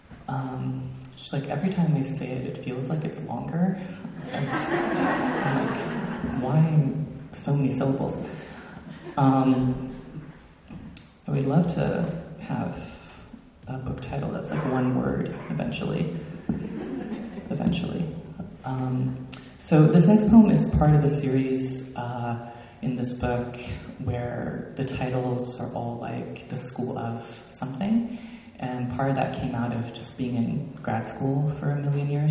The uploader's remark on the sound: Word Literary Festival 2023: Poets Aloud. Recorded Saturday, October 21, 2023, 3pm to 5pm at the First Congregational Church of Blue Hill.